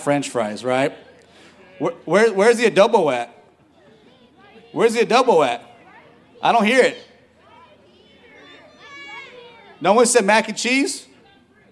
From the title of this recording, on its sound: SUMMERFEST at Torrance Park